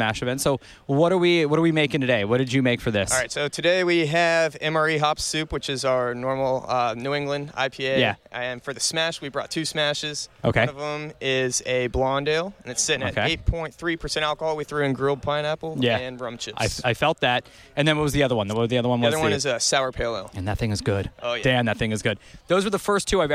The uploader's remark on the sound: Runs to as many brewers as he can, while staying dry at the 2nd Annual Florida SMaSH Beer Festival brought to you by our friends at Hourglass Brewing.